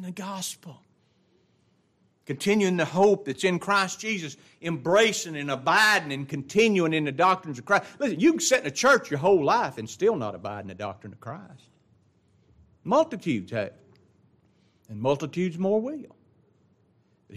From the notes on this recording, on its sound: It was taught in the adult Bible class at Grace Baptist church of Ruston Louisiana.